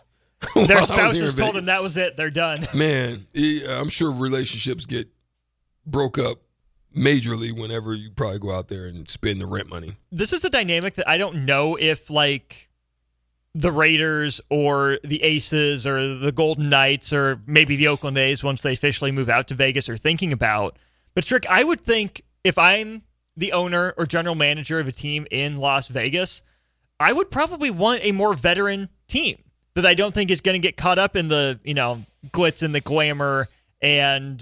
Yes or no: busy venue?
no